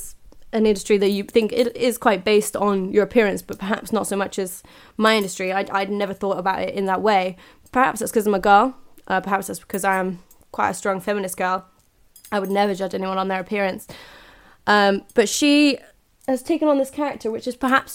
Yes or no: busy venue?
no